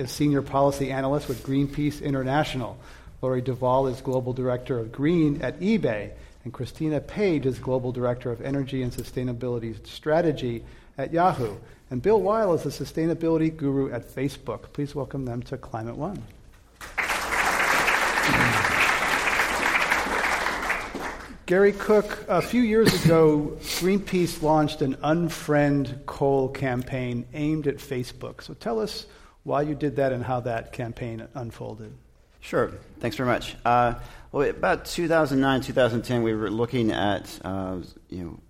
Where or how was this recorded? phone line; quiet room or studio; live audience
live audience